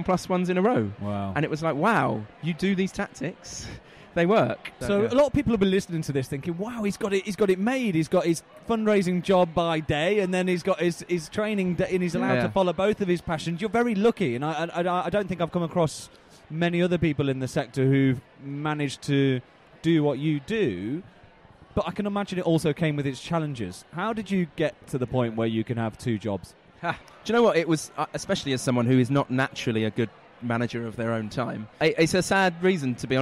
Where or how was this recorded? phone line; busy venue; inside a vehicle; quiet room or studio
busy venue